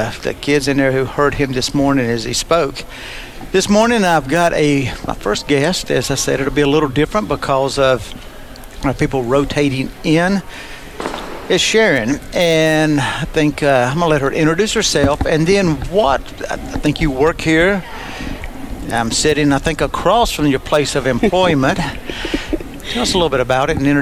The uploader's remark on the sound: Today's episode was recorded live from the Man Up Conference. In Fort Mill South Carolina.